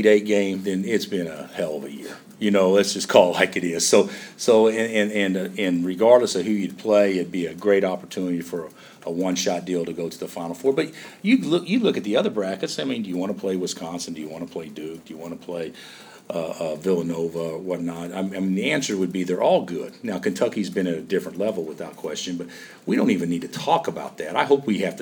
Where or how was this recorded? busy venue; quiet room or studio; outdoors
busy venue